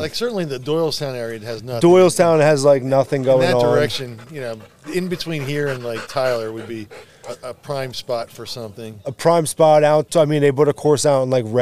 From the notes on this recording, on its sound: We sat outside while sipping beers. I enjoyed a wonderful early spring evening.